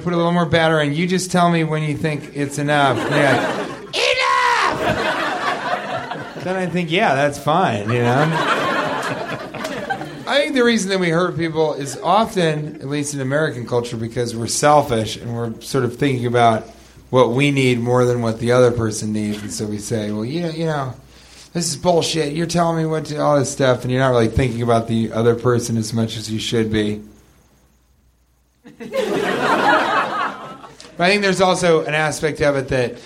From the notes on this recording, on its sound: Live from Nerdmelt.